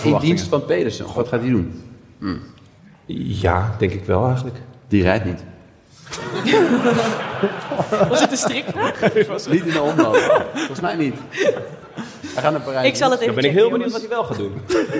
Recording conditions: live audience